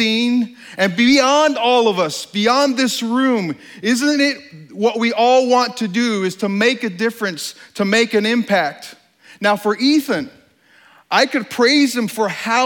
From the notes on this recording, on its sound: During this talk at STORY 2016. This talk was given on stage at the Country Music Hall of Fame in Nashville, TN.